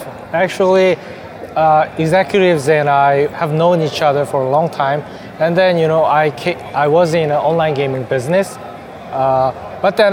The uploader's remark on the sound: WE WENT TO GDC!! Live Interview w Pixelity Games!